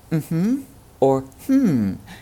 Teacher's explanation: that M sound apparently moves the resonance forward into oral resonance, into the front of your mouth